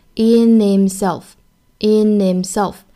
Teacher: 这里面就属于这个 H 音的一个击穿把这个 H 音省略掉